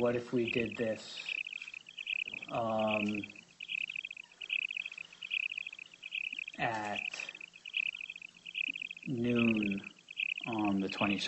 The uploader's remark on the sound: Audio of hearing held in the Yellow Corp. bankruptcy proceedings pending in Delaware. The hearing starts approximately 2 minutes and 20 seconds into the recording. Sorry about the sound... The audio recording is the official court audio and was posted this way to the court's docket.